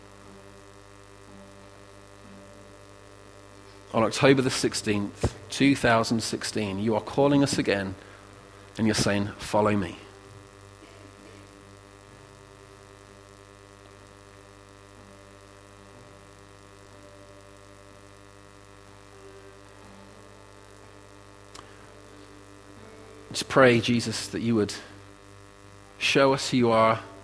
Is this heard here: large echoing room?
yes